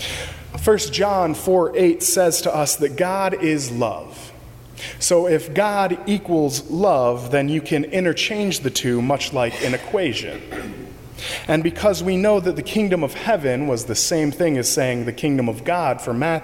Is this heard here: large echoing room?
yes